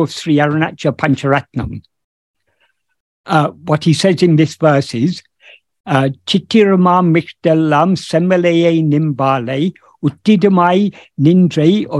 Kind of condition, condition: link, video call